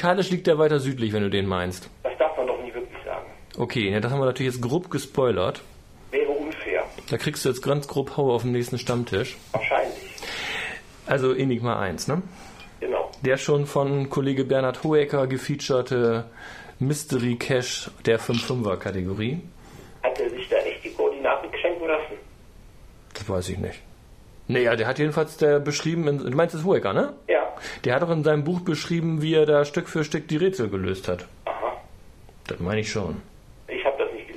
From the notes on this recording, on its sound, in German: Am Telefon zugeschaltet